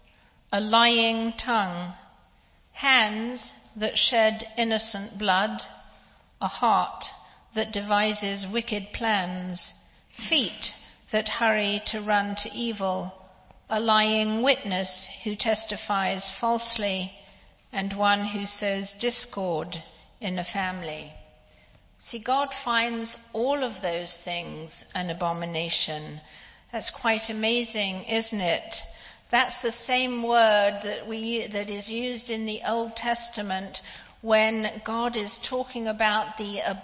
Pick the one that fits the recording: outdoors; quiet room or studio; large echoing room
large echoing room